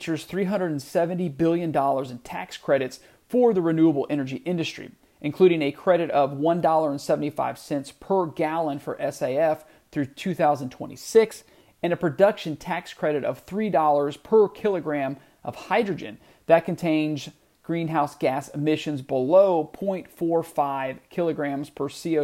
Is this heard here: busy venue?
no